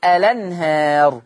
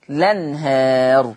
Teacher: يبقى لو أنا حطيت همزة الوصل هقول ألنهار، شلت همزة الوصل هبتدي باللام فتصير لنهار